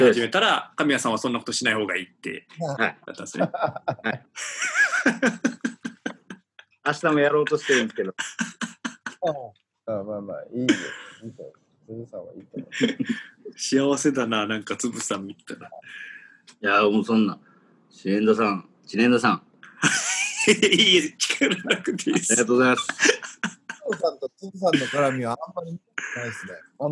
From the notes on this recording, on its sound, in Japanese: 今回もZOOMを使ってのリモートで風を吹かせました。そしてZOOMならではのハプニング。